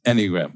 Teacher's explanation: So accent on the first syllable.